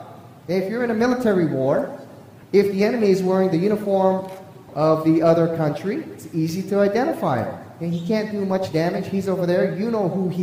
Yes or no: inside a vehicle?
no